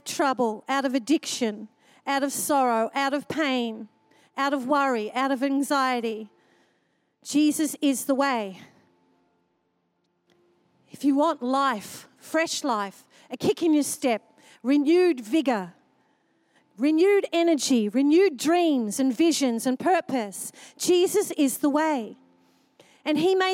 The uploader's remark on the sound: Recorded during our 5pm service on Sunday, the 3oth of April 2023